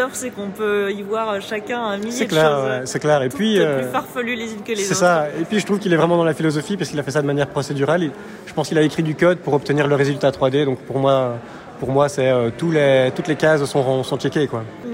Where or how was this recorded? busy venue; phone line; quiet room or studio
busy venue